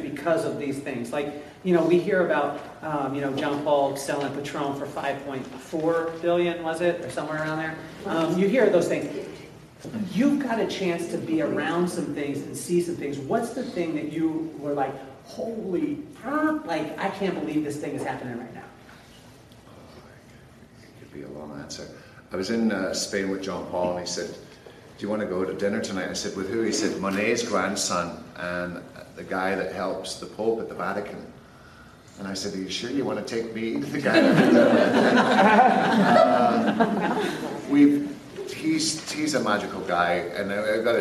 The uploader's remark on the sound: LIVE FROM KCS GATHERING 2019